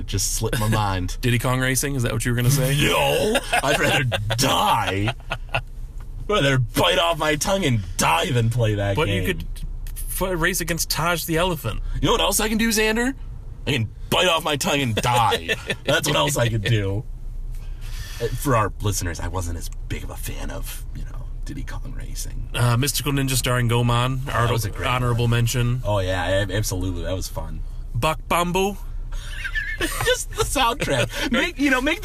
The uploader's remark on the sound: Recorded live